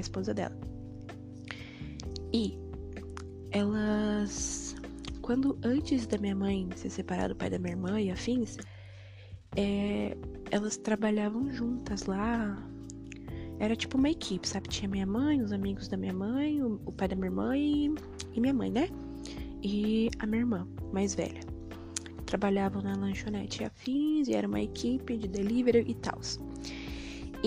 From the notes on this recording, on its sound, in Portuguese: Nesse EP tentei falar um pouco mais baixo. Foi mal pelos barulhos de fundo.